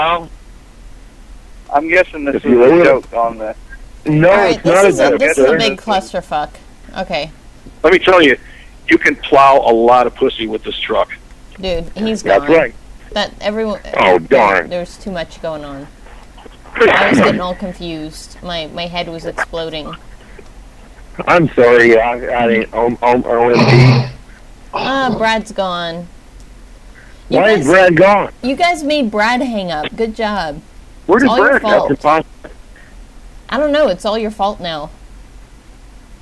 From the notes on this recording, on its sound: Prank Phone Calls